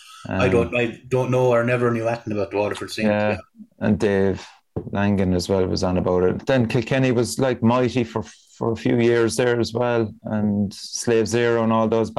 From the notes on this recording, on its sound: organised a Podcast via Zoom